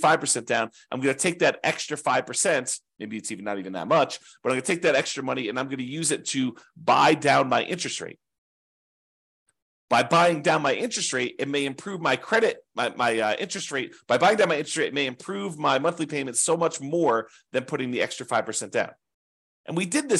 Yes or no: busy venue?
no